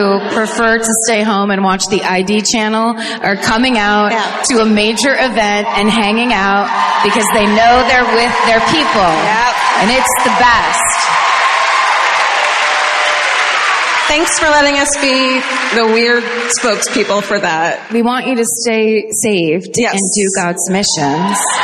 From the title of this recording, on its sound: Live at the Orpheum Theater in Omaha